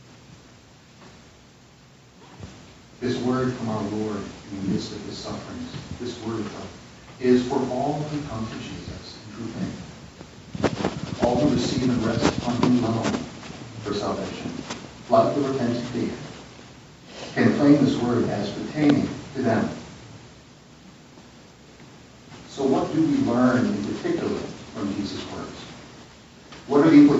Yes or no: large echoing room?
yes